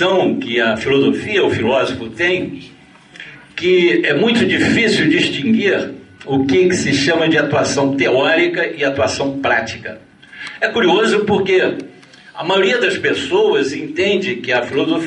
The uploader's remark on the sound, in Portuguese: Palestra gravada durante o XXVII Encontro Nacional de Estudantes de Filosofia (ENEFIL) em 2011, na UFF Niterói